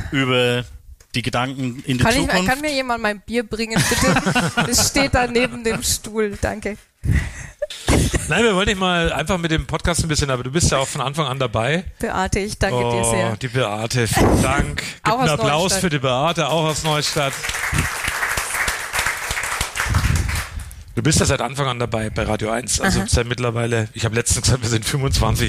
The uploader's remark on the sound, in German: Das Live-Event in Küps. Erstmalig wurde der Podcast vor Publikum aufgenommen. Im Neuen Schloss in Küps im Landkreis Kronach begrüßten die zwei rund 40 Zuhörer und Zuhörerinnen. Das ganze umrahmt von Live-Musik.